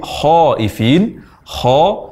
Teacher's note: huruf kha diucapkan dari ujung tenggorokan, yaitu akar lidah ditemukan dengan langit-langit berdaging. Kha, kha, tanpa membulatkan bibir.